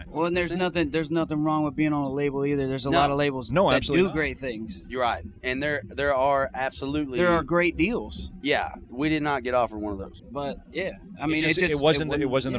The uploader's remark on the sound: at the ROCK USA festival